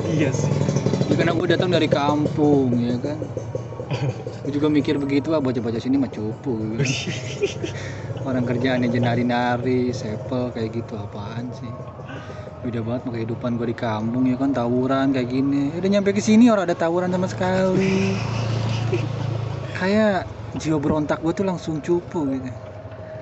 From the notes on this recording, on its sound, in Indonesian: Mohon maaf kualitas audionya kurang bagus, karena rekamannya di lintasan balapan motor 2tak